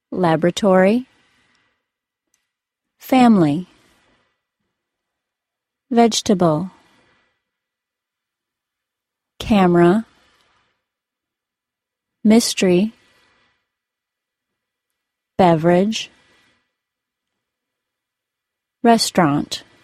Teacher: I'm only going to pronounce these the less formal way, with the dropped syllable.